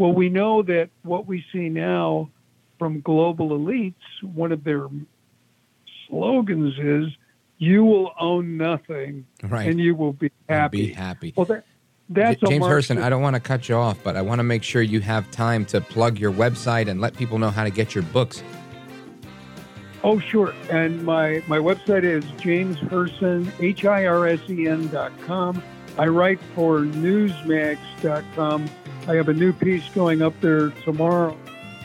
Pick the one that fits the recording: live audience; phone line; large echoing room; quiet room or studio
phone line